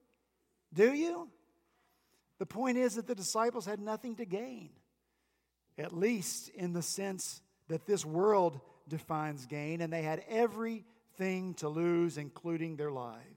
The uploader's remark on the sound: At Redeemer Presbyterian Church in Charleston, SC, our youth and children helped lead us in worship. The youth and children told the Christmas Story. Our senior pastor wrapped up their pageant with a short sermon about rejoicing in the prophecy.